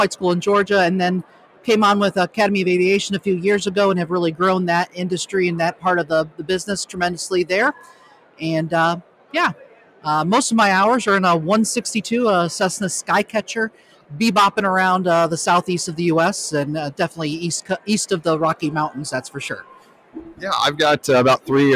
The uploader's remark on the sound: Broadcasting live from the Industry Expo for the Latino Pilots Association